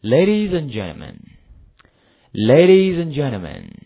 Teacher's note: Ladies 拉上去了， Gentlemen 放下来了 · Term: 语调